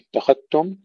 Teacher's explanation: فيها الإدغام لجميع القراء، إدغام الزال في التاء